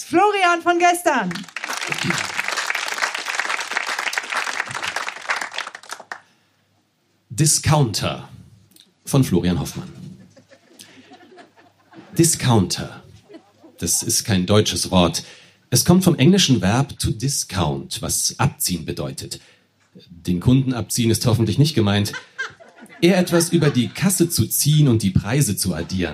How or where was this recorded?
live audience